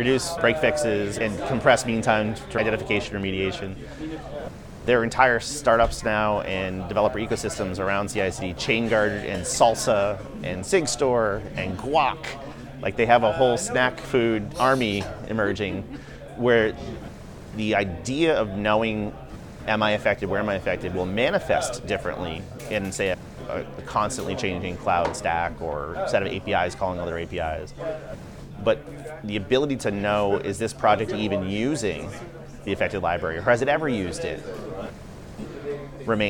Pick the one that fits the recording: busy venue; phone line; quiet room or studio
busy venue